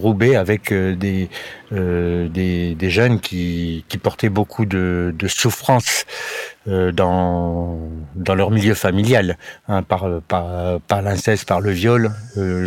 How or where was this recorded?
outdoors